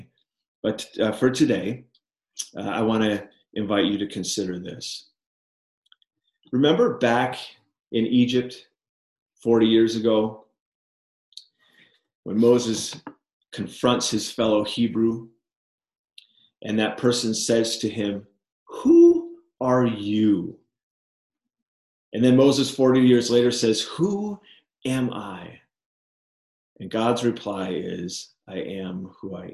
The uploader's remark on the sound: Liminal Spaces Recording of Zoom Meeting from May 5th 2020